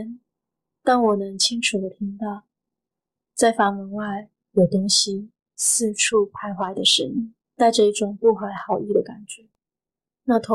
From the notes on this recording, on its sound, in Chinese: 音檔從Youtube影片轉來。會有音質上的不足。